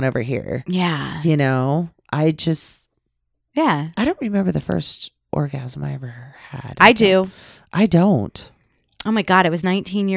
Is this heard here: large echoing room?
no